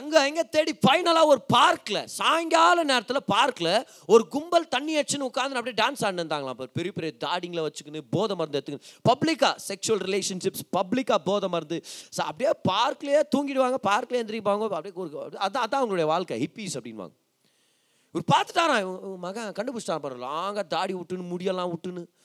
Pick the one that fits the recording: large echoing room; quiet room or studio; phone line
large echoing room